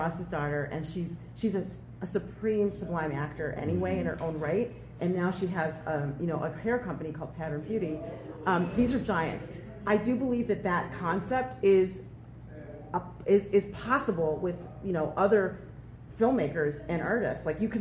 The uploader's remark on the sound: Live from 2024 Sundance Film Festival